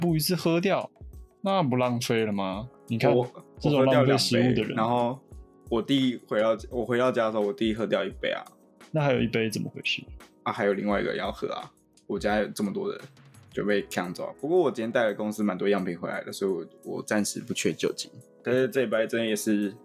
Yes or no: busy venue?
no